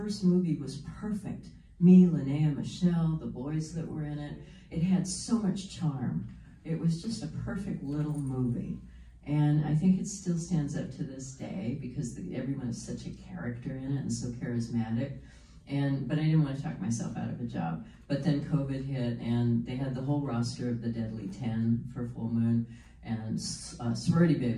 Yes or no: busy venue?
yes